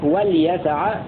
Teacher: وقرأ الباقون بلام ساكنة خفيفة وفتح الياء وليسع في الموضعين على أنه منقول من فعل مضارع.